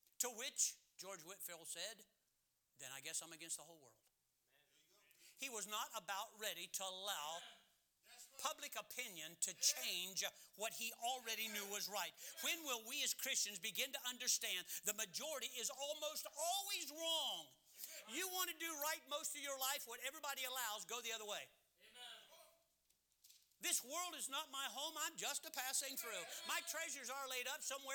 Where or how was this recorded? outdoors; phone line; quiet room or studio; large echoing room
large echoing room